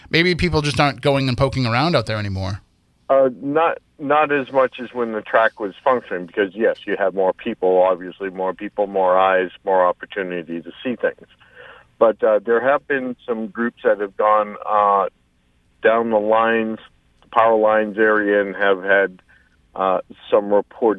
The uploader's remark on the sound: "Spooky Southcoast" recorded live. Co-hosts by phone. Teams call in from the field, including a group that catches a very interesting animal sound that doesn't fit anything known to be in the Triangle.